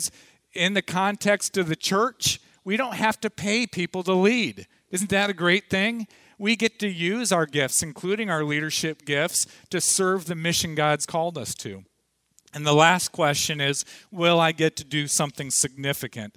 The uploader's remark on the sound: Audio from the morning session of the 2014 Lead Well conference held at Parkview Community Church